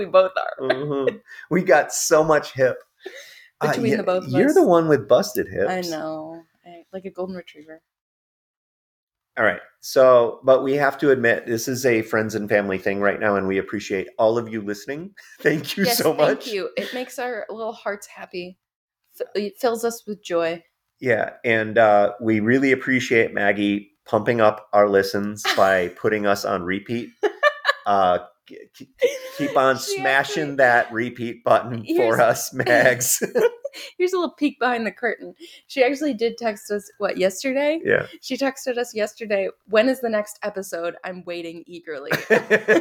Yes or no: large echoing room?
no